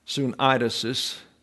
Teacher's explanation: The accent is on the diphthong.